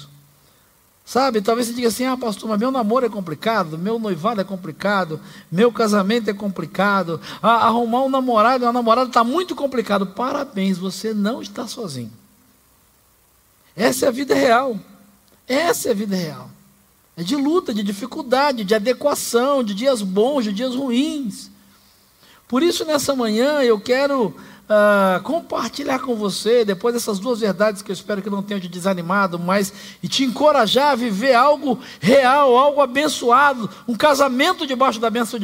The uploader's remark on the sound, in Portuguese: Celebração ao vivo com mensagem trazida pela nossa pastor